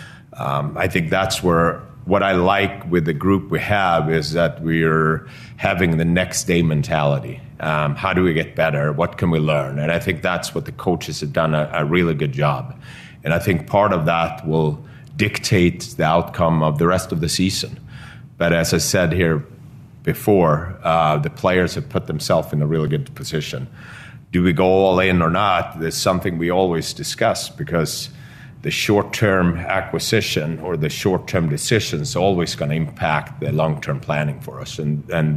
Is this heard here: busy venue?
yes